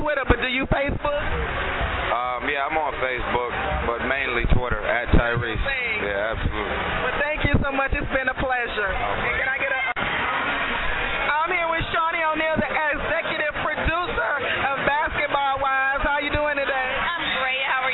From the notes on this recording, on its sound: Interviews with some of your favorite stars from music, film, and television from the 2012 Essence Music Festival in New Orleans